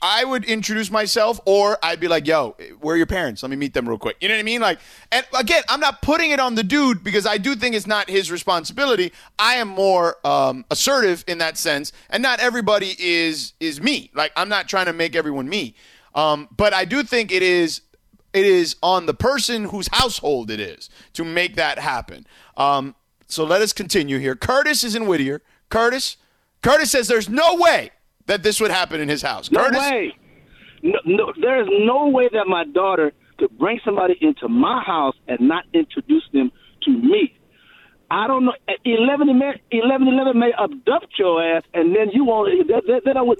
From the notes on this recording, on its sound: The phone lines continue to light up and share their opinions.